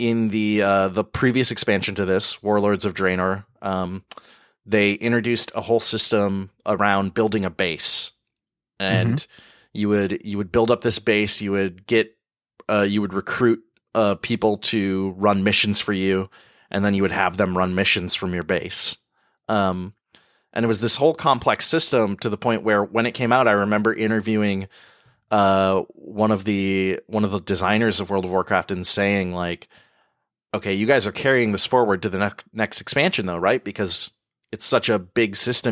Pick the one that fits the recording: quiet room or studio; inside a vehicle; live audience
quiet room or studio